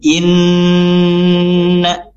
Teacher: inna fi dzalika ya, inna sini hukum bacanya gunnah musyaddadah ya, nun bertasydid ditahan dengan dengung 2 sampai 3 harokat